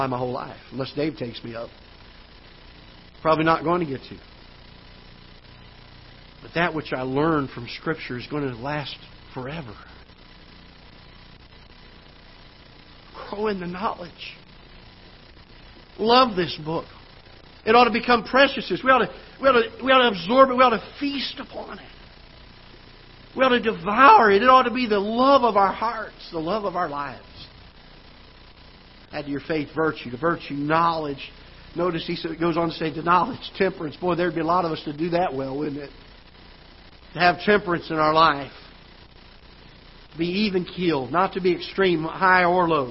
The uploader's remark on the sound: Ketha Heights Baptist Church ~ Live Broadcast